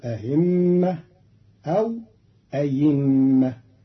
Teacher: قرأ قالون كلمة أئمة بتسهيل الهمزة بين وإبدالها ياء